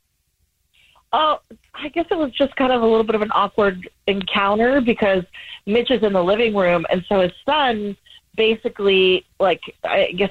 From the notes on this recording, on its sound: We get that other person on the phone